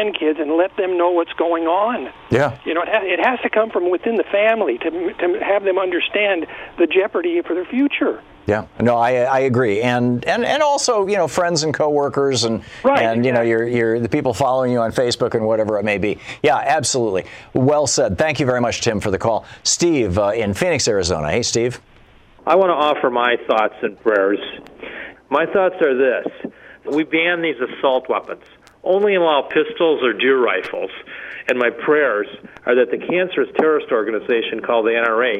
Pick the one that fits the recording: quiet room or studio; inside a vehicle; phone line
phone line